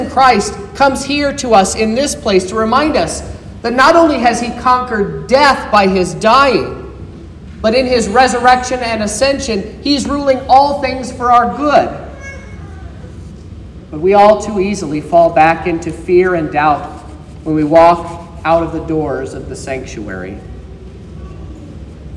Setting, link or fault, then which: setting, large echoing room